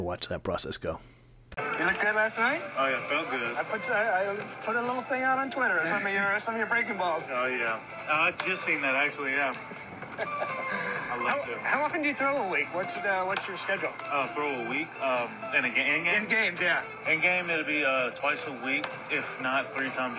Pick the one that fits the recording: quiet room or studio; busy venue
busy venue